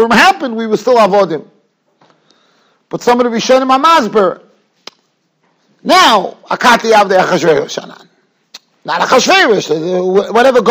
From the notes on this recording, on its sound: Shiur recorded in Yeshivas Ohr Reuven, Monsey, NY.